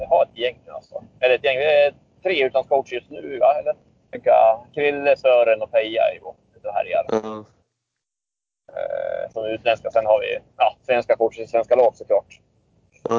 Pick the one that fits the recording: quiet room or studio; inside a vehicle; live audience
inside a vehicle